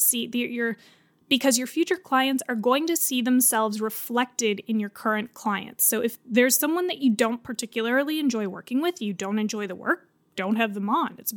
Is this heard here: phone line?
no